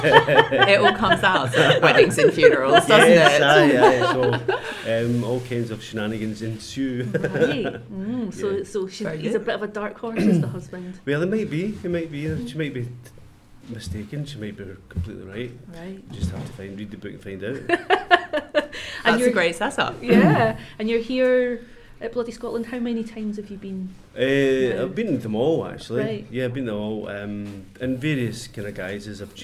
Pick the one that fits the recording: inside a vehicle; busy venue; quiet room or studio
busy venue